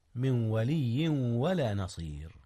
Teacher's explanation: هنا إدغام يا أستاذنا، أدغم نون من في واو ولي